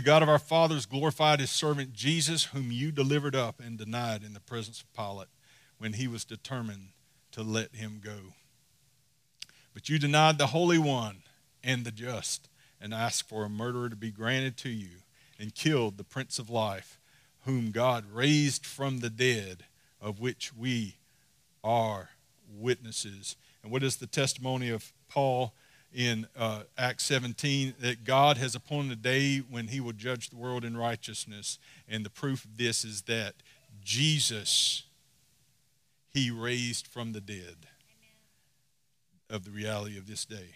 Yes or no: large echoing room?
yes